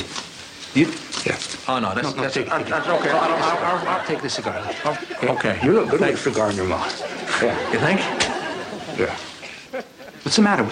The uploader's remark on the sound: live on stage at The UCBEast Theatre.